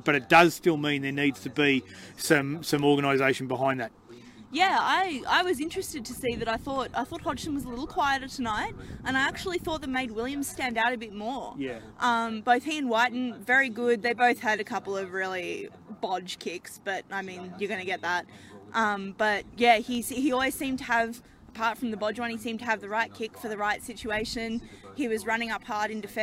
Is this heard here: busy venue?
yes